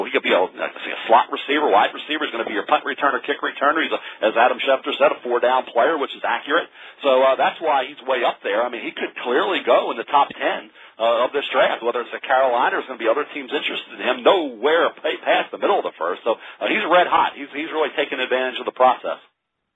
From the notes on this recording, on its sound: NFL Draft Conference Call